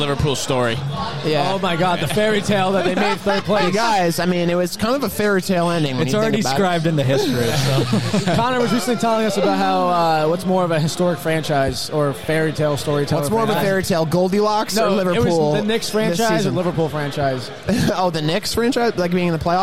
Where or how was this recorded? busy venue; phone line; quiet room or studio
busy venue